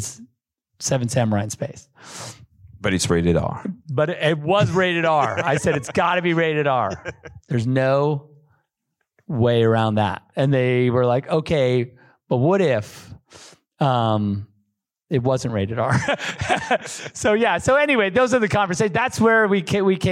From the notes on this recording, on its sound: in a Q&A at the DGA theater in Los Angeles